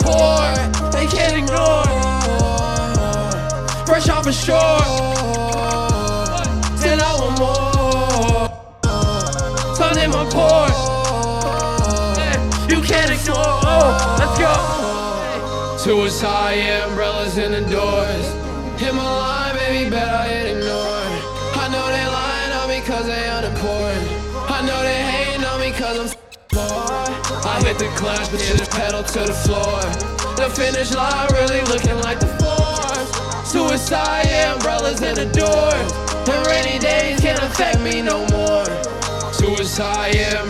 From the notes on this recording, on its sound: Perform at the Pioneer in Fountain Square Indianapolis from August 24, 2019, part of the Chreece 5 music festival. Perform at the Pioneer in Fountain Square Indianapolis from August 24, 2019, part of the Chreece 5 music festival.